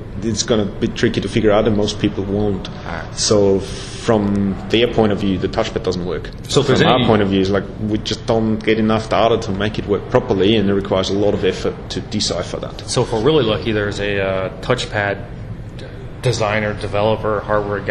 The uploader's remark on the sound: Interview at X.Org Developer Conference (XDC) 2011